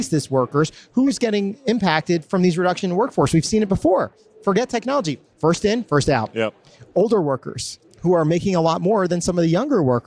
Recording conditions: busy venue